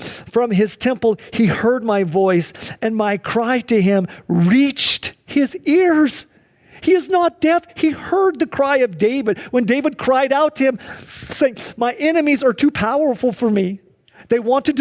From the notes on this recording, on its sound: This service was held shortly after a wildfire ravaged the area of Medical Lake, destroying over 10,000 acres and over 200 structures. Due to an evacuation order, most people were unable to attend in person, including most members of the worship and media teams. Sunday church service livestream.